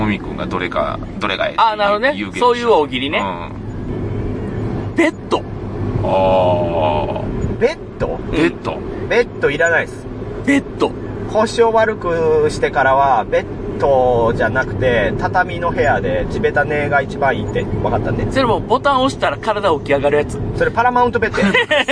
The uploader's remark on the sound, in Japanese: 一部、屋外での収録のため、騒音雑音が入っております。